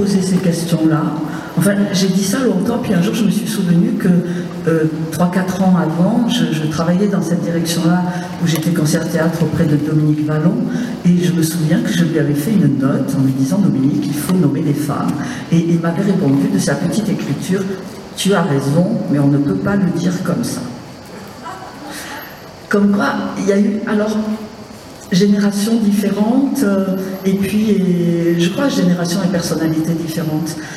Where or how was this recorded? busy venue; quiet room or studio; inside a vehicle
busy venue